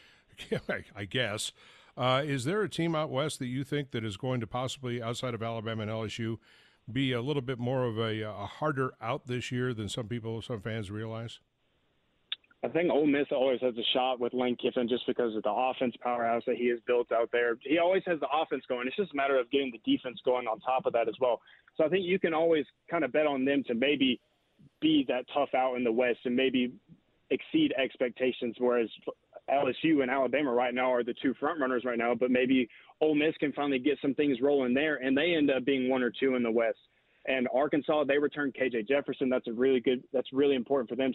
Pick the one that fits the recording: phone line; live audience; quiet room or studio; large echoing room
phone line